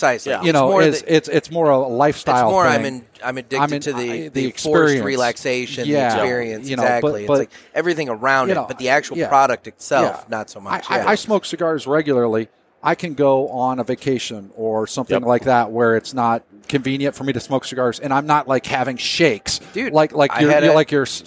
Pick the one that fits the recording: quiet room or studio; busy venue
busy venue